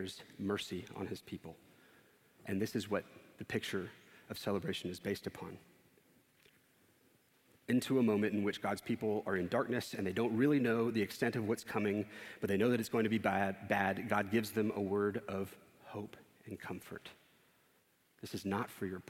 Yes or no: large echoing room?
yes